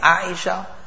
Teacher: So the Ayn was from the center and the middle of the throat, pronounced with some emphasis.